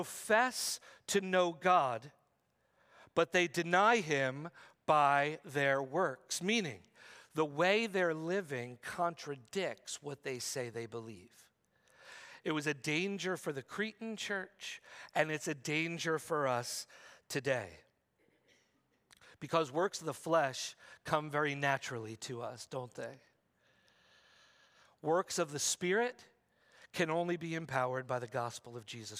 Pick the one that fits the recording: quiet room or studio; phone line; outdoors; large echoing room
large echoing room